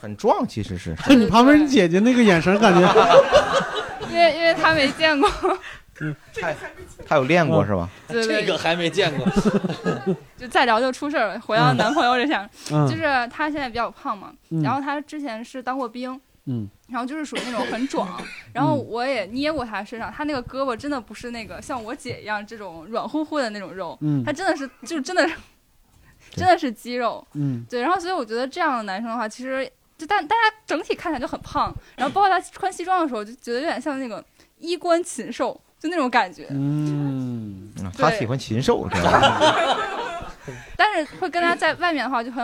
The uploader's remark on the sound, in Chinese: 携现场观众。由于最近没法举办线下录制。背景音乐-来自平台musicbed。